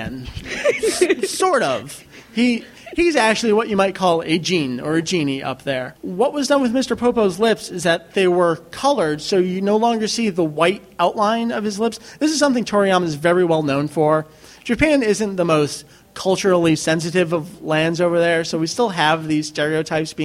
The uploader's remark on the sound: Record live from MangaNEXT 2007. During our panel ("DragonBall Manga: A History").